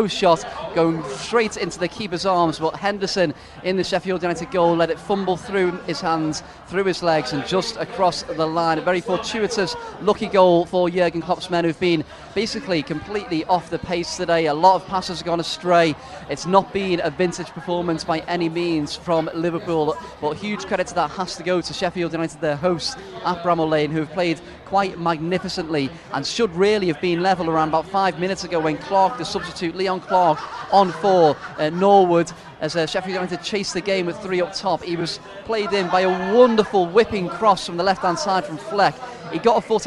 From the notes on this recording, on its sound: From our spiritual home Barasti